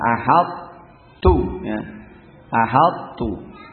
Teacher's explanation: Namanya idgham yang naqis, idgham yang kurang, tidak kamil. Di mana diidghamkan ke ta, tapi sifat itbaqnya masih nampak